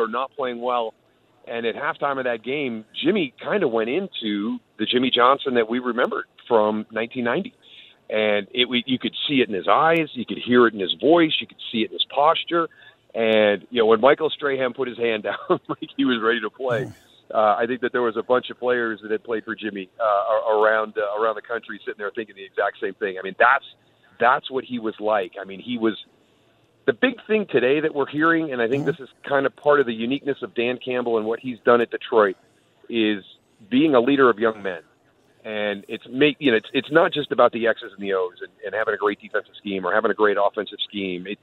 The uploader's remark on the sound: LIVE FROM CAESAR'S PALACE